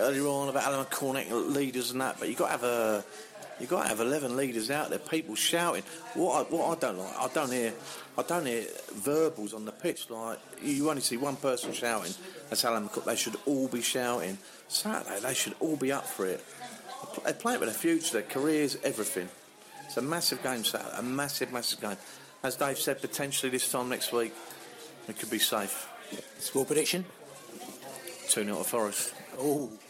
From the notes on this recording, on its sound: The Beesotted crew hooked up on the edge of QPR territory - at the Queens Head Pub in Brook Green, Hammersmith. In the pub. On the phone.